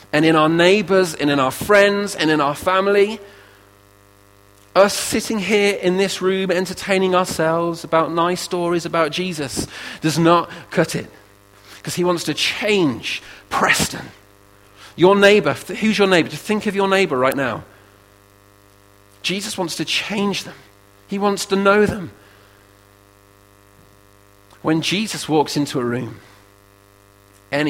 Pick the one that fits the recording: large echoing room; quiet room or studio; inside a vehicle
large echoing room